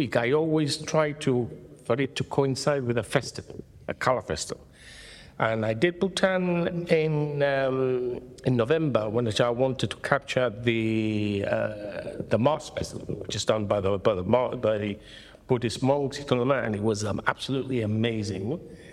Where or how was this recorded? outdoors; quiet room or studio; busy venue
busy venue